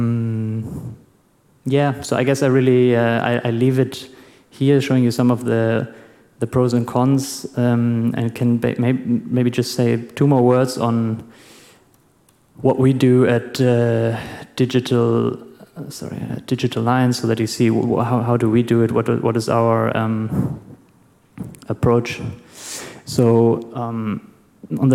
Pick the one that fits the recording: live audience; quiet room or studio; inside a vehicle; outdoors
live audience